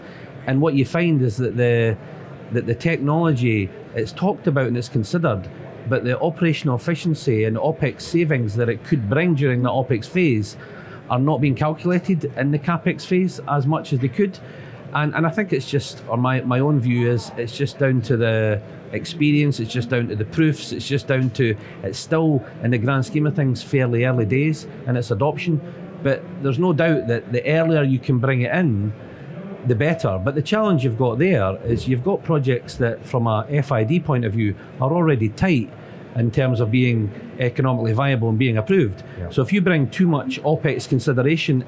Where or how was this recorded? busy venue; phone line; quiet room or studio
busy venue